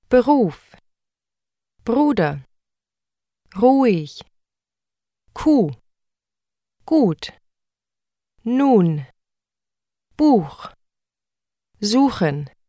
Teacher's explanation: To pronounce the long U, the lips must be rounded even more so than when pronouncing the long O.